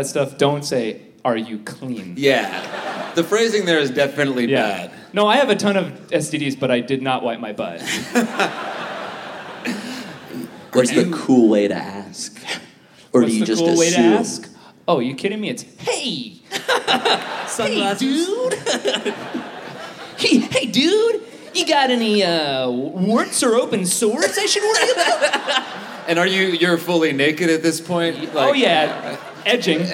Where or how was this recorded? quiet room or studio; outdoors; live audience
live audience